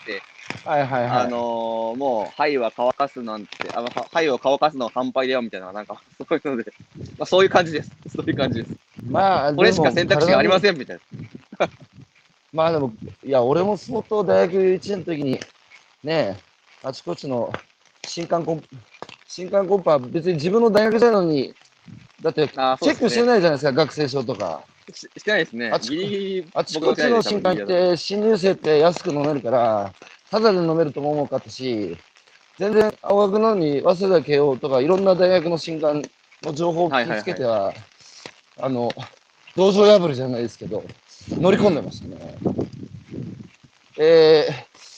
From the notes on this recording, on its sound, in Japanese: 歩くラジオ。歩きながら1時間、対談する。